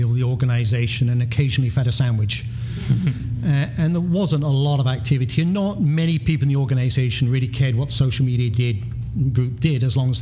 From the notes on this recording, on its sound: LIVE from the LIMRA/LOMA Social Business Conference in Boston. A special recording in front of a LIVE audience at the LIMRA/LOMA Social Business Conference for Financial Services. On the mainstage.